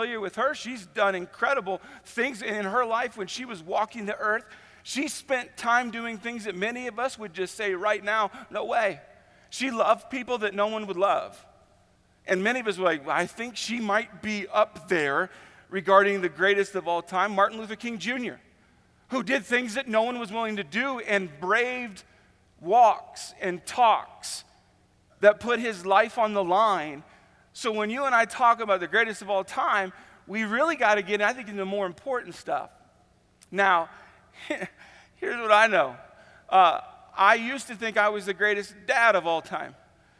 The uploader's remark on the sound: Easter at the Civic Center